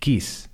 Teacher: Kiss is a short vowel sound. A lot of Spanish speakers would pronounce that quis. That would be a long vowel sound.